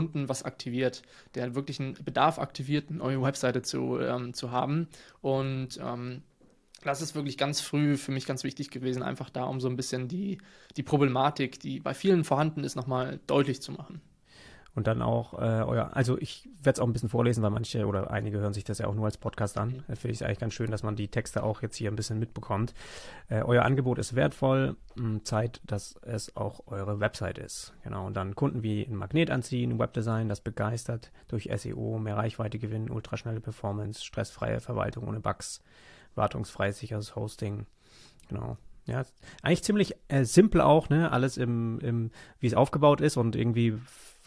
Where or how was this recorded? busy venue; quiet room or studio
quiet room or studio